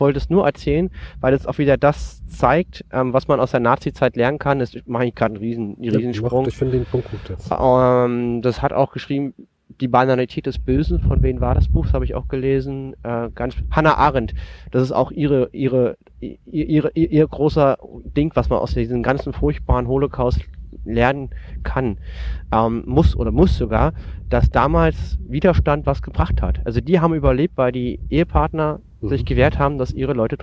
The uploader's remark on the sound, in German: Wir verlassen unser Domizil und wagen uns in die Natur, um aufzunehmen. Wind, Flugzeuge und Hubschrauber wollten unbedingt auf der Aufnahme dabei sein.